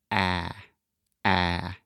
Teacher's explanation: it is a very open sound, which means our tongue position is low and our mouth is very open. So imagine opening your mouth as much as possible and then just say ah, ah. · Term: ah sound